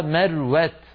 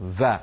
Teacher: مثلا إخواننا الأتراك في لسانهم يخلطون لما ينطقون حرف الواو يخلطونه بالفاء